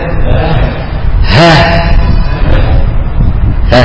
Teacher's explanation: الهاء فيها انفتاح للاوتار